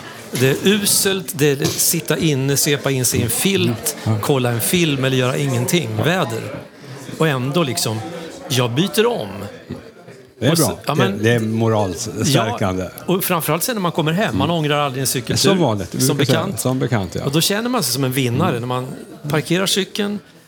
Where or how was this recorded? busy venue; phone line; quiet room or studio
busy venue